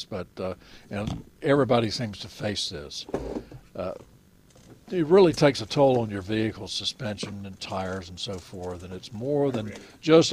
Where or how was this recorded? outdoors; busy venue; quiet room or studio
busy venue